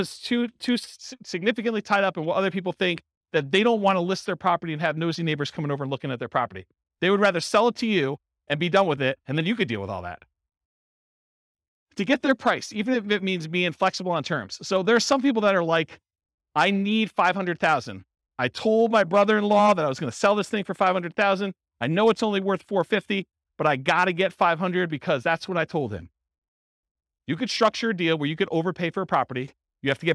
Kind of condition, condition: setting, live audience